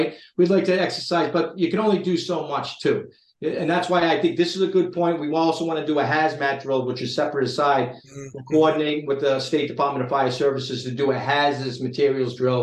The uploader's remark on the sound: via the Zoom conference bridge